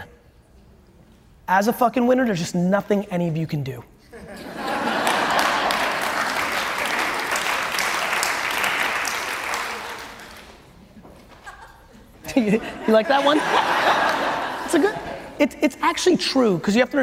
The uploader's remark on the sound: Event Planner Expo Keynote. The Event Planner Keynote I gave here in NYC.